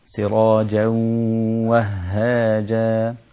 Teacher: لذلك كان حكم الإدغام في النون الساكنة مع التنوين واحد، وبعدها حرف الواو سراجا و، فما ينفعش أقول سراجا وهاجا، هدغم النون الساكنة بتاعة التنوين في الواو، فيصبح النطق هكذا مع الإدغام حركتين، سراجا وهاجا.